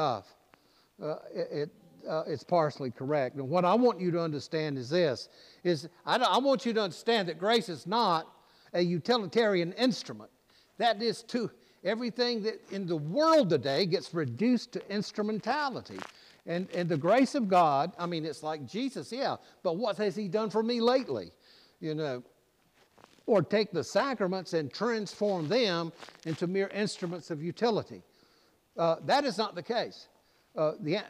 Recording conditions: large echoing room